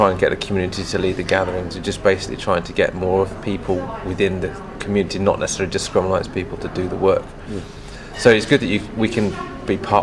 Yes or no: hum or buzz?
no